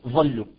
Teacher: اخواننا بالعراق وبعض مناطق الشرقيه في سوريا يقولون الضاد تظهر بالظا